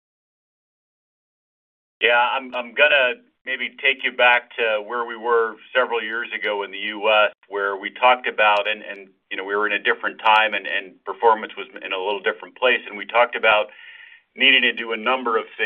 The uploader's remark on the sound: Earnings Conference Call